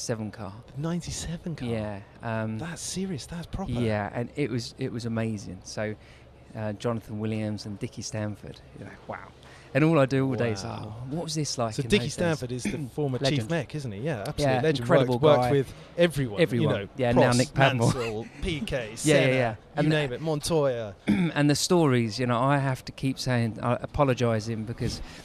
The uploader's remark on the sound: live at the Goodwood Revival